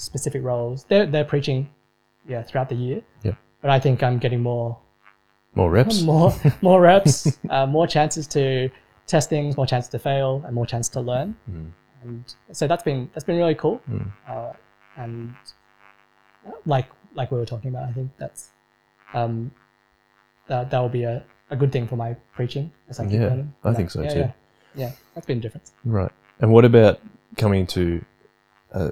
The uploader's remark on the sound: SORRY ABOUT THE POOR AUDIO QUALITY! It gets better as the episode goes on.